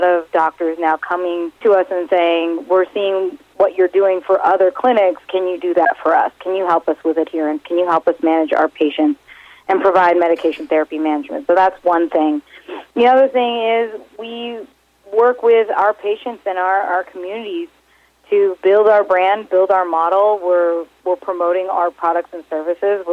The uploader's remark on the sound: called in to SmallCapVoice